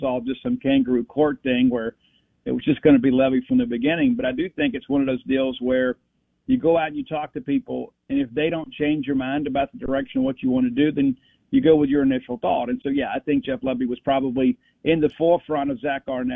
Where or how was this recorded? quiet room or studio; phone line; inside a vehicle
phone line